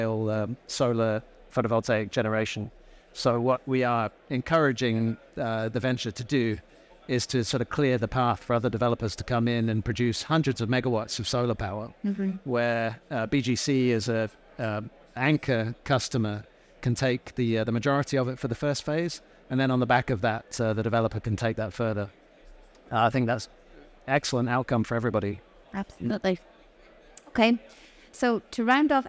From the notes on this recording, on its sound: Recorded live at ADIPEC 2023